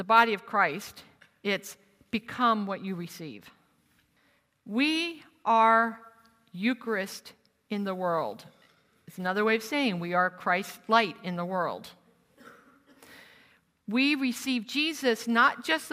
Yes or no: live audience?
yes